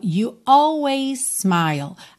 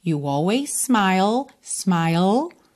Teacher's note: Aqui, olha que interessante, juntamos num S só, porque always termina em S, smile começa em S, então a gente junta num S só.